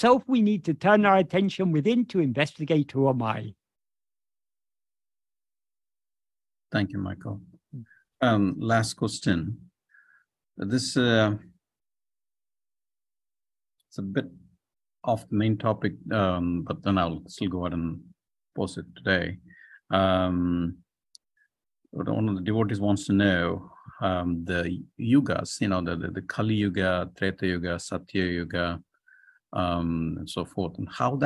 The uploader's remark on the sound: In a Zoom meeting with Sri Ramana Center, Houston